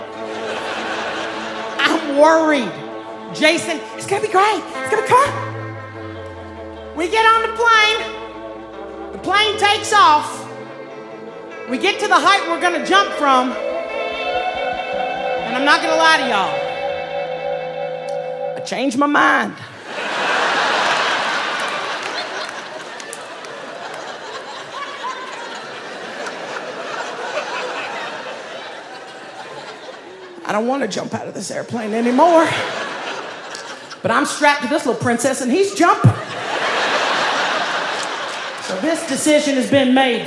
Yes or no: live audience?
yes